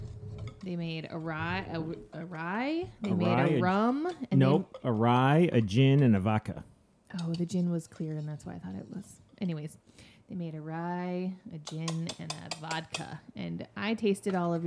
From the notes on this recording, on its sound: Relocate their recording space to the kitchen. Juggle recording, cooking, parenting, and unfiltered reactions from pint-sized taste testers.